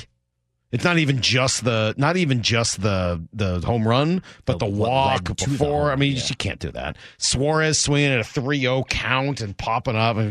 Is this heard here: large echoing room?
no